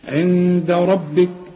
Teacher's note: ربك الراء هي المفخمة والباء خد بالك مكسورة